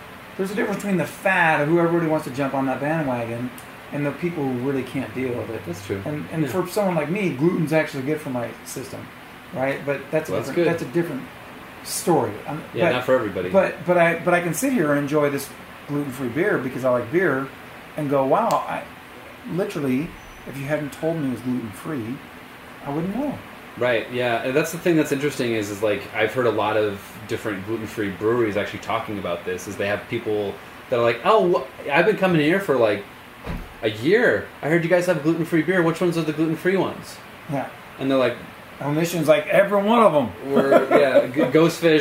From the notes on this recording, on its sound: at the 22 Anniversary Celebration & Invitational Beer Festival